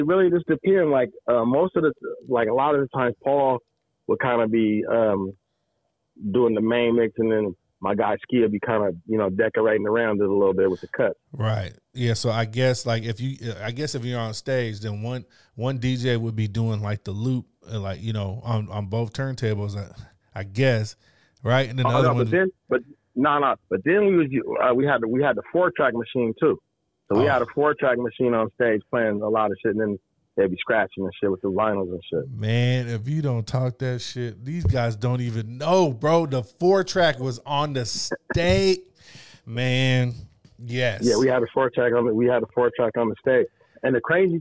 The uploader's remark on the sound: we get on the phone long distance to NYC